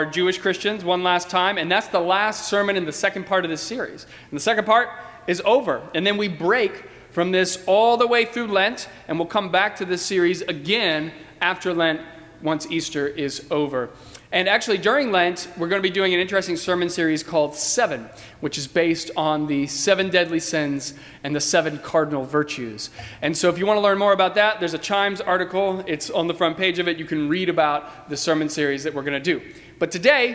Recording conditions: large echoing room